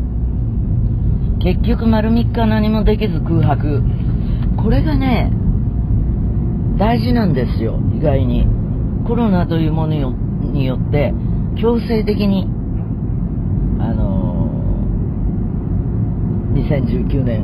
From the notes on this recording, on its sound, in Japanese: 全国アリーナツアー【The Journey】も第二期に突入！今週は宮城・仙台から会場に向かう車の中からお届けです。